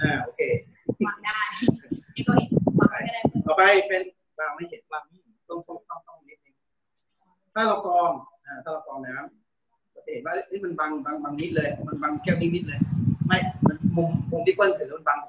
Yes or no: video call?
yes